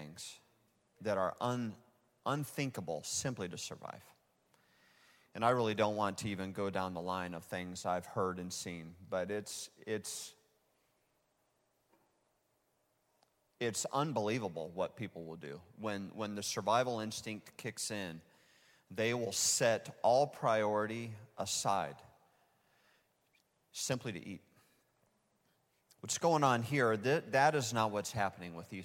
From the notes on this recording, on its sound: Recorded live at Hope Church in Springfield, Mo.